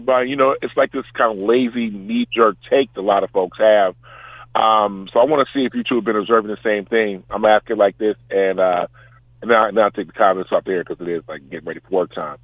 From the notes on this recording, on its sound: the phone lines are open